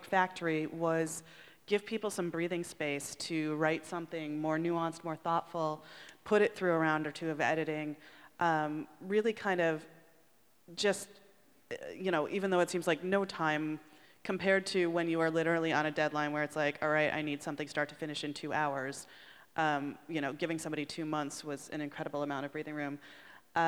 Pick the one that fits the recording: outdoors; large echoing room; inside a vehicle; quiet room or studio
large echoing room